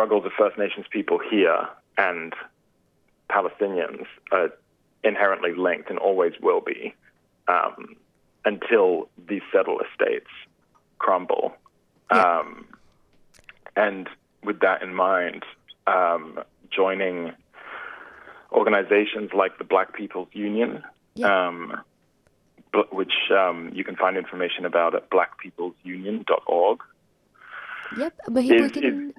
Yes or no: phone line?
yes